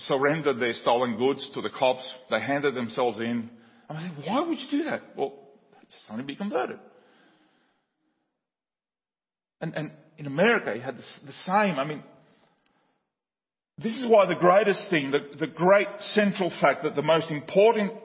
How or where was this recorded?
large echoing room